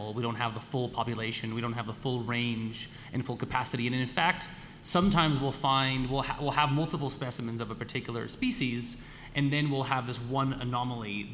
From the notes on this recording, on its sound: We’re LIVE for a second time in Armidale for National Science Week at The Welder’s Dog Brewery, on Anaiwan country, also known as high country, in the state of New South Wales, Australia.